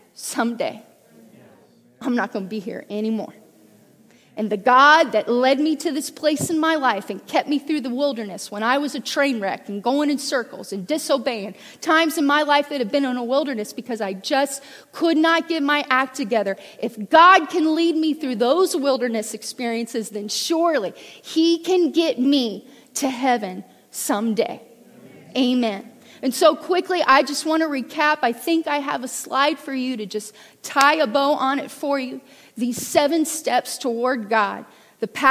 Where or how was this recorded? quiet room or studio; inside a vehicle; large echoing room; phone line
large echoing room